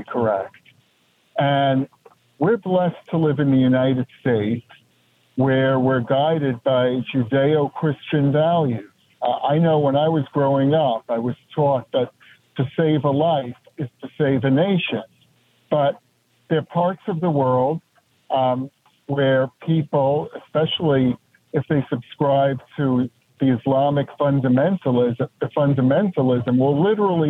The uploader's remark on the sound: we take your calls in open phones across America